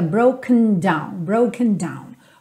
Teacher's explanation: Percebe que esse broken, esse E não aparece muito, não é broken down, fica broken down, broken down.